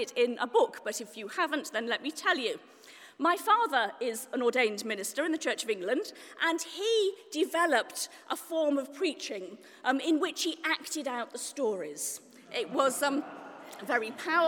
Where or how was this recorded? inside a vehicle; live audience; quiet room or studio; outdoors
live audience